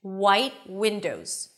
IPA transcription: waɪt ˈwɪndoʊz